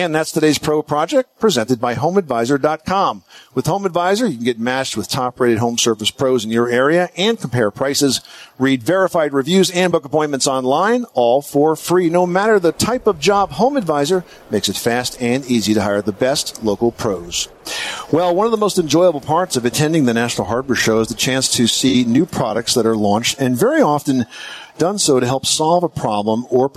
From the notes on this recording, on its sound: The Money Pit Broadcasts from the Top Products Pavilion at the 2019 National Hardware Show.